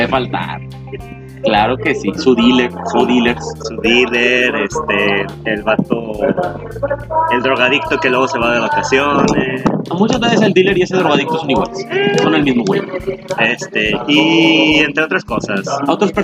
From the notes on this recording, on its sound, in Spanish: Una disculpa por los sonidos ambientales